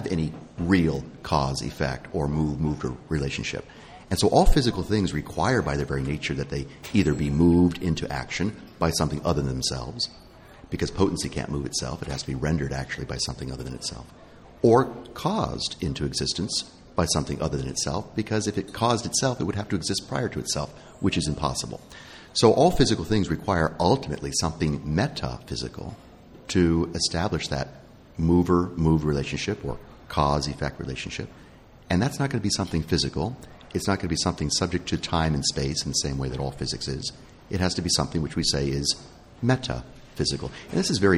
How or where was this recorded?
busy venue